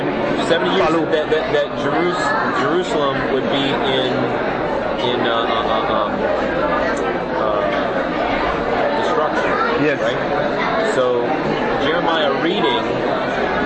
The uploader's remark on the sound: recorded in a Cracker Barrel restaurant